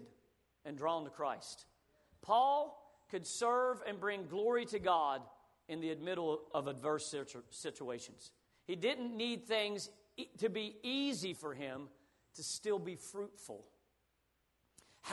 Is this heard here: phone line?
no